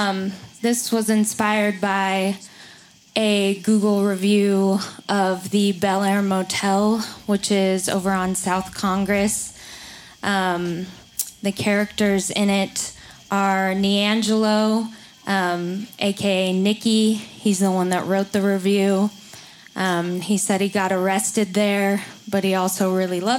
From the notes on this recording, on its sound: Recorded live at Late at the Lake, at Mozart's Coffee Roasters in Austin, Texas on Tuesday, May 30th, 2023, outdoors on our main stage.